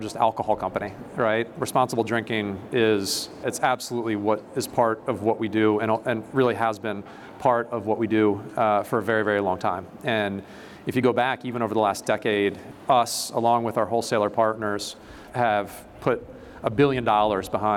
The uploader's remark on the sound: This episode was recorded in front of a live audience at Chicago's Wrigley Field.